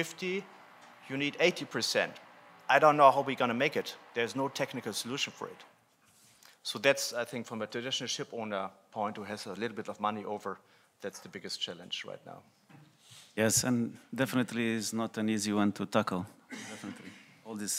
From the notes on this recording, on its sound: PANEL at the 3rd Annual Capital Link German Maritime Forum, Hamburg, Germany. At the Radisson Blu Hotel in Hamburg, Germany.